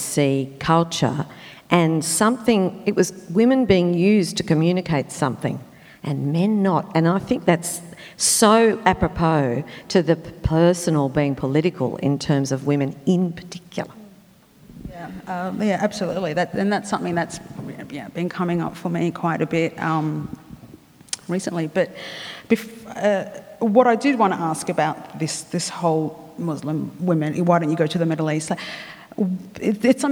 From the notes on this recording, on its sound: recorded at the 2017 Newcastle Writers Festival